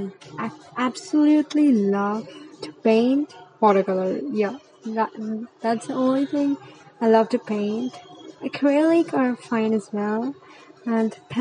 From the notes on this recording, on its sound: Ignore the background noises if u can hear them and do raise up ur volume a little bit.